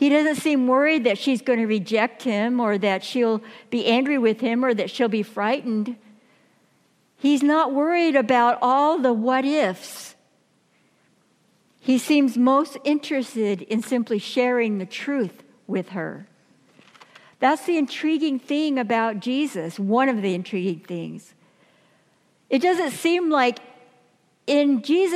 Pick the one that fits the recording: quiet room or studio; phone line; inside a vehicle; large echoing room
large echoing room